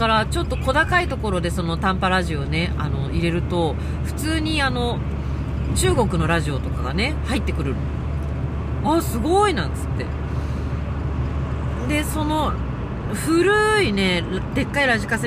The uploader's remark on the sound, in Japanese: 熱海未来音楽祭に参加するために5時起きで熱海に向かう車の中から&踊り終わって帰る車の中から。